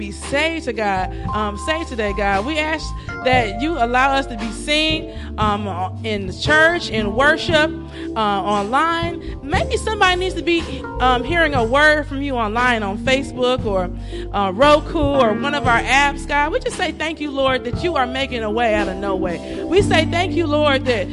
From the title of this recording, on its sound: Celebration Of Praise And Worship Service